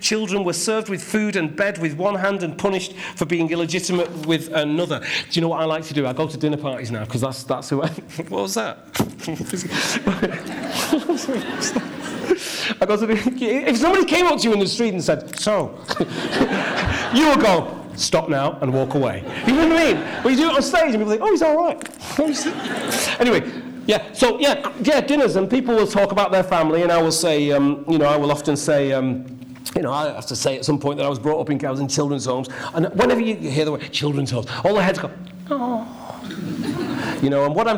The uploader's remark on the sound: CMC 2016 - Opening Keynote